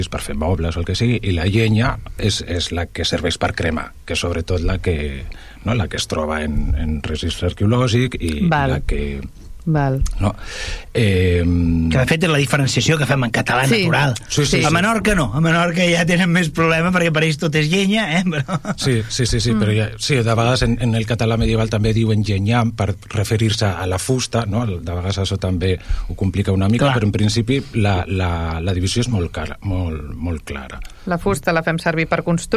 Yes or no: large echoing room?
no